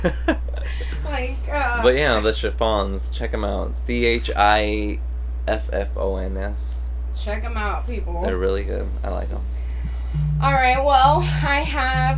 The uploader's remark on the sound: We got a way better microphone and are now using GarageBand on OS to record this podcast, but we are not very good at it yet. Please bare with us while we continue to work on our sound.